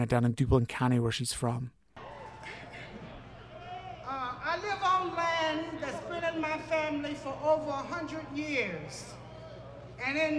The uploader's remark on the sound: Climate Marchers at HKonJ. The 13th HKonJ People's Assembly and Moral March took place Feb. 9th in Raleigh - we were there, we marched, and we spoke with environmental justice activists and community members.